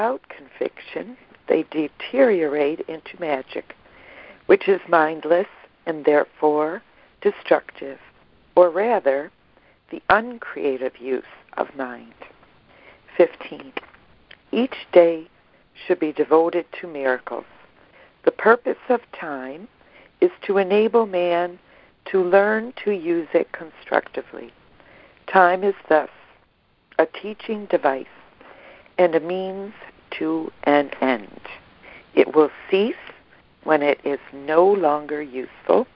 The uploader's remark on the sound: ACIM Daily Conference Call